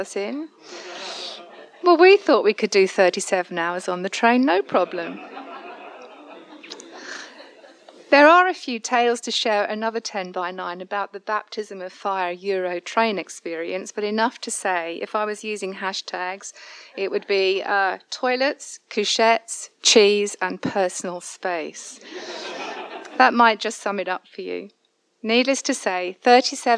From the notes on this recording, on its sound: Tenx9 is a live event where nine people have up to ten minutes each to tell a true story from their own life. Belfast.